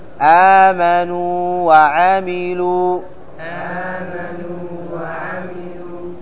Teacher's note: تمد الواو مدا طبيعيا